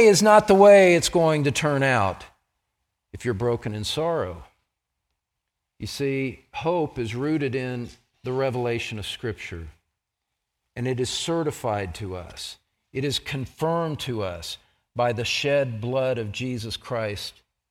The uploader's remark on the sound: Message was preached during the Pillar of Truth Conference held at Grace Church, located in Greeley, CO.